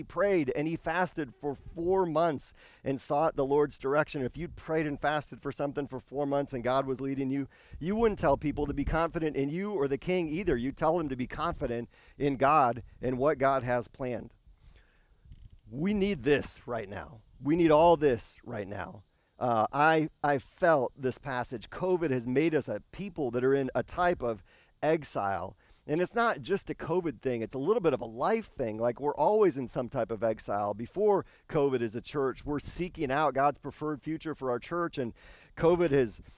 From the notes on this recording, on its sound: This service was filmed and recorded outside.